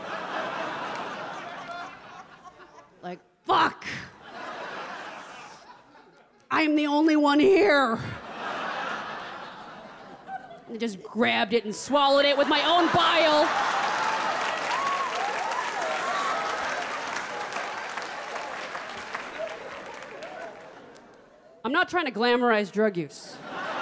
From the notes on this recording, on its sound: performs in front of a live audience